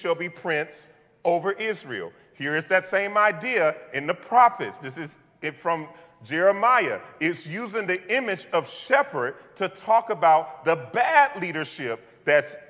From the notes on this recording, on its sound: This message was delivered on November 20th 2022 at New City Fellowship: West End in St. Louis, MO.